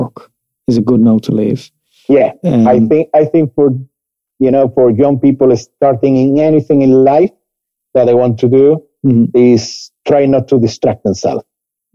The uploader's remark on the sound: Joining us from Seville, Spain on this international flavoured Episode of Fni Wrapchat. Please be patient with the quality of recording as we continue to work remotely.